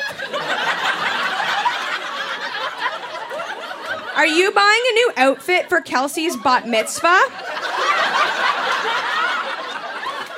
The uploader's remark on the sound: Recorded live at Yuk Yuk's in Ottawa, ON.